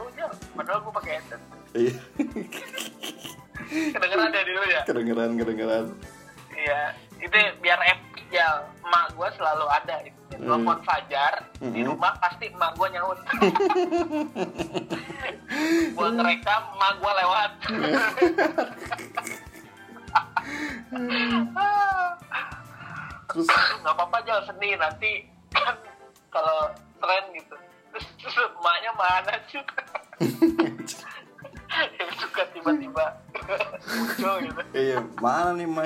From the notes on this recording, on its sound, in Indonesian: Obrolan di ambil melalui voice call whatsapp dan pihak narasumber tidak mengetahui obrolannya direkam.